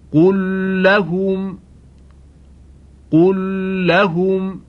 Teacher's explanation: ادغام لام ساکن در لام که ادغام دو حرف مثل هم هست